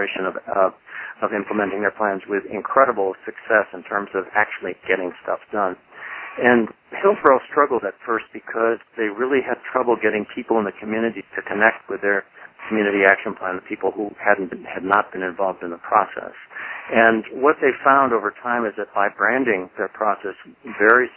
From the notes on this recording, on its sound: Call recorded on April 12, 2012.